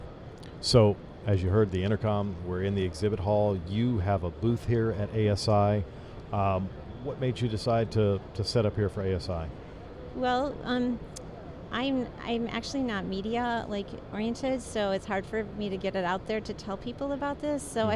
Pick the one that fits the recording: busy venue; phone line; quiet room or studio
busy venue